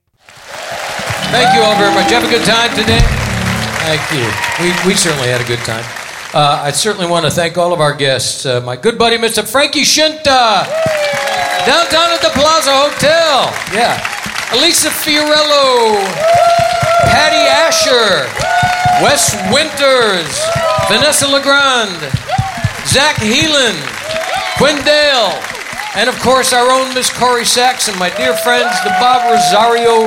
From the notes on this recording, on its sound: Live At the SouthPoint Casino